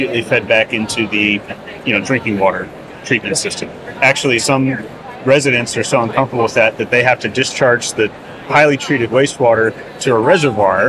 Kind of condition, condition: setting, busy venue